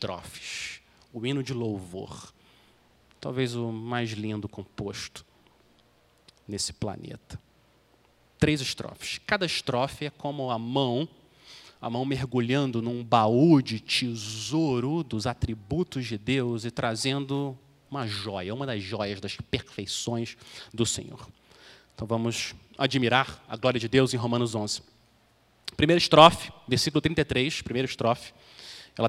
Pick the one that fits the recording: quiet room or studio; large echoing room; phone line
large echoing room